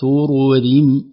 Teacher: الراء الأولى مفخمة والثانية مرققة